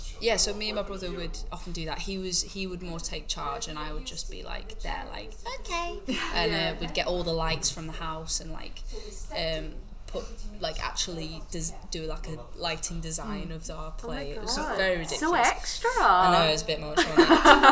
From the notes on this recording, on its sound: We apologise for the varying quality in noise levels during this episode-we were unfortunately unable to record this interview in a private space.